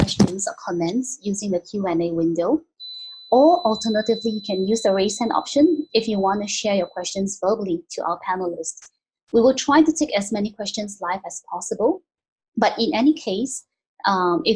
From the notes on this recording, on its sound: Delivered great insight in the webinar. They fielded interesting, pre-submitted questions from viewers. The webinar was a great opportunity for PSPs in the APJ region to learn useful HR tips from experienced pros.